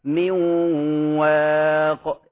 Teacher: ذهبت ذات الحرف أي النون وبقيت صفة الغنة · Term: إضغام ناقص